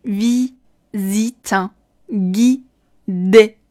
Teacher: v 咬唇，z 浊音，摩擦音。再加上 g 这个浊辅音